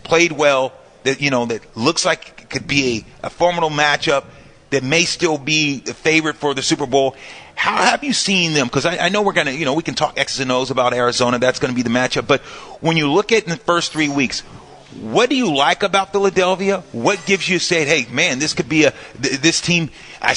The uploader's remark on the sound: live from the Hilton Santa Clara